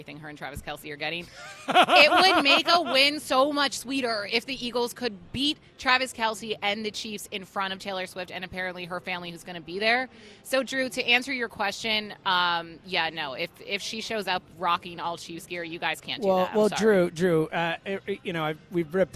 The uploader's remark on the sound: live at Parx Casino